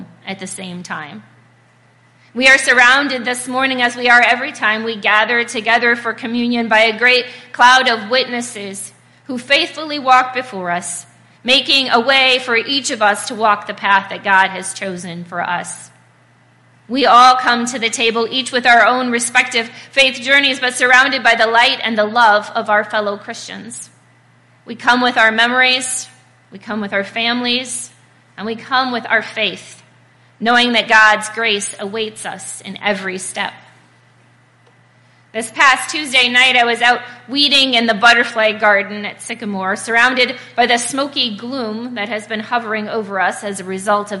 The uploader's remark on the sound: This Message was recorded at Faith UMC on July 2nd, 2023.